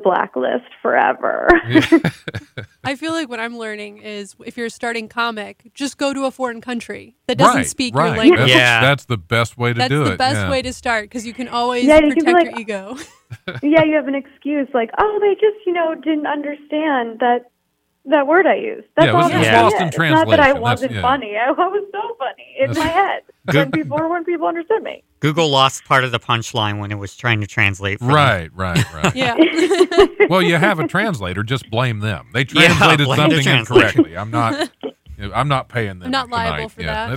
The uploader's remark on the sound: We talk on the phone